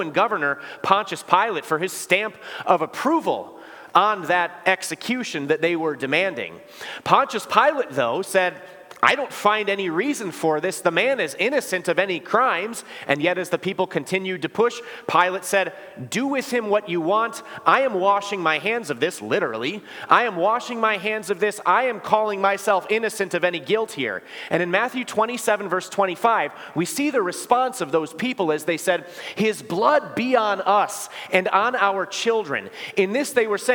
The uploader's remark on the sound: Preached this sermon at Bethany's Sunday worship on October 15, 2023. Bethany, Appleton, WI.